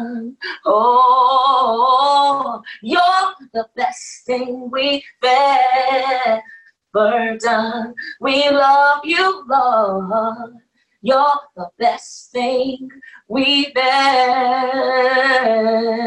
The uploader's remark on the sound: Our zoom streamed service